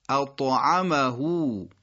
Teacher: کلمه بعدی اطعمهو اطعمهو که دو تا نکته این کلمه داره، یکی اون تای درشتی که اونایی که میخوان یه مقداری جلوتر از بقیه ادای فصیح‌تری داشته باشن حتما باید درشت و قوی ادا کنن، اطا اطا، و آخرش هم های ضمیر دادید که حتما این بعد چی بشه؟ بله اشباع بشه